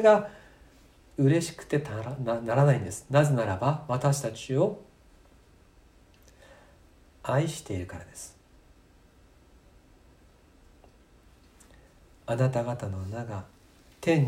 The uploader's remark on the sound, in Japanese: 2020年4月26日吉備教会礼拝メッセージ録音です。